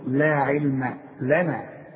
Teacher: العين واللام والميم مرققين لا علم لنا ولنا برضو كلها مرققة.